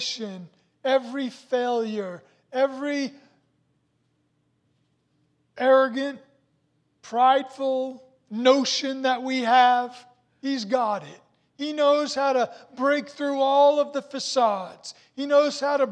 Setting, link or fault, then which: setting, large echoing room